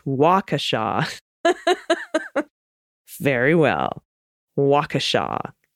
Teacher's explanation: The accent is on the first syllable, not the second syllable